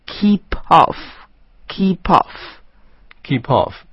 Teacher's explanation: 因为 p 是一个辅音，紧跟着后面那个 off,所以连在一块 · Term: 连读